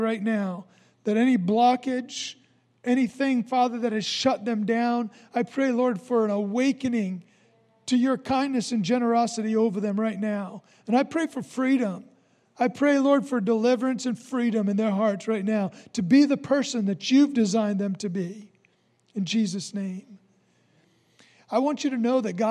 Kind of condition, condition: setting, large echoing room